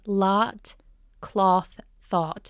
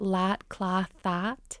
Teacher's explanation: So lot is one sound and cloth and thought is a little bit darker and farther back. In a Minnesotan accent, they're all going to be the same sound · Shown in: second take